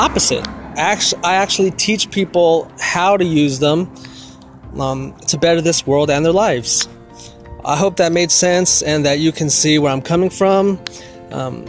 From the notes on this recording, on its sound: It was made very quick & Recorded while on my walk. Again sorry if I sound out of breath or need water , and any traffic noises.